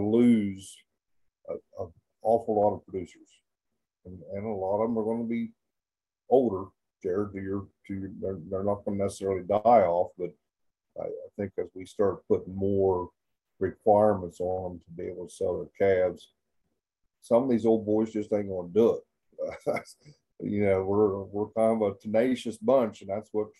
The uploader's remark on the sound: Members of the RancherMind community came together from across the country via Zoom.